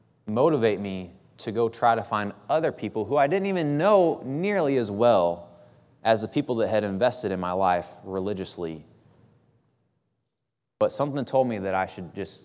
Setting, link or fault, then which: setting, large echoing room